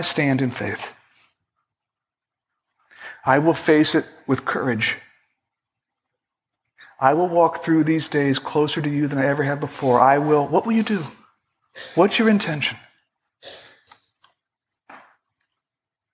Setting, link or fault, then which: setting, large echoing room